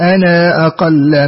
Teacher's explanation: وفي قوله أنا أقل الألف التي في أنا يقرأها نافع بالمد وصلا. يعني يثبت الألف وصلا.